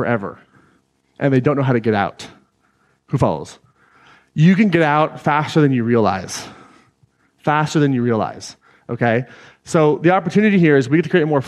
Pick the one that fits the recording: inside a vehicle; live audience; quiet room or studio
live audience